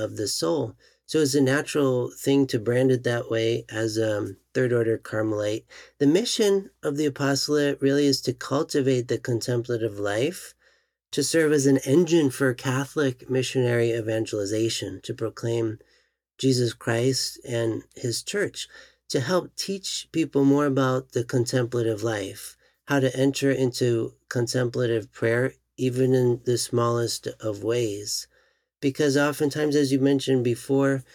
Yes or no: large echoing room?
no